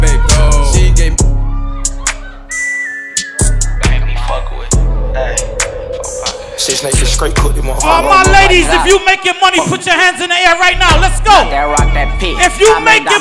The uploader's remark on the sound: WE BACK OUTSIDE DANCEHALL HIP HOP & SOCA XXXPLOSION AT CALLALOO CAFE BAR &GRILL CLEVELAND OHIO.